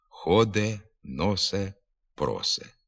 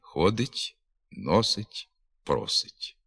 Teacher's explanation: Не становить літературної норми вимова ненаголошеного закінчення «ить» без звука «ть» та з заміною «и» звуком «е» у третій особі однини дієслів другої дієвідміни · Shown in: first take · «ходе», «носе», «просе».